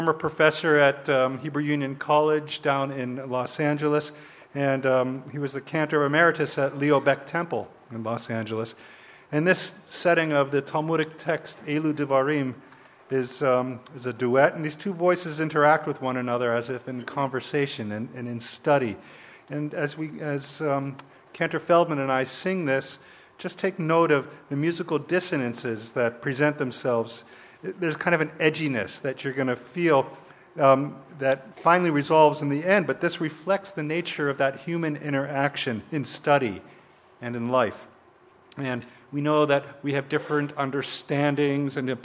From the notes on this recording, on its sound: The Taubman Symposia in Jewish Studies at UCSB hosts a live musical performance.